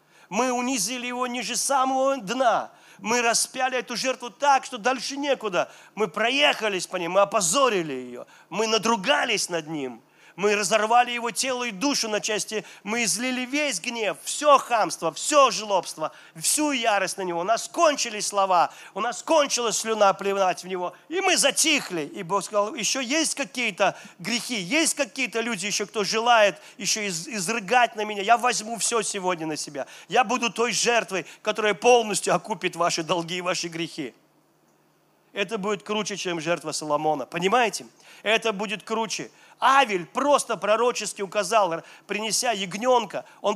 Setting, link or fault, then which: setting, busy venue